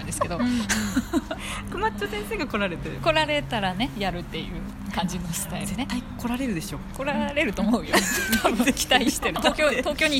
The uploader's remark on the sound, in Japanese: もんで出張収録！石フェス編。From Radiotalk。